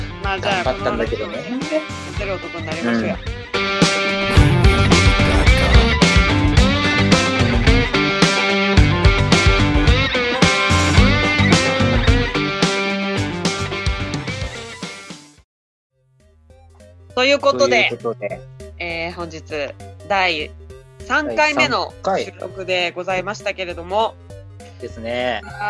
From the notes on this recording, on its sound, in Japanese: zoomでラジオ！